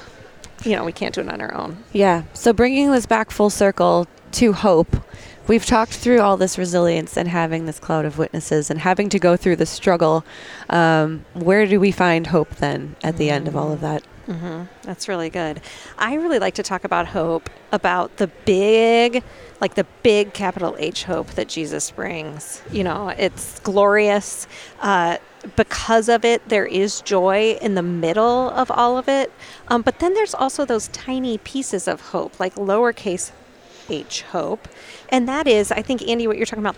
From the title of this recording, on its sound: Live from the LWML Convention